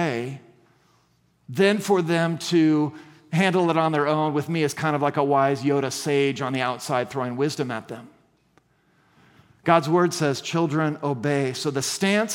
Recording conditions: large echoing room